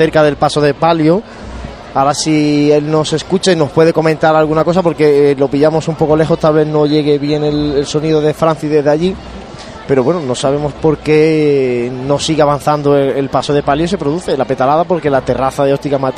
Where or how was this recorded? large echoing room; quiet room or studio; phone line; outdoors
outdoors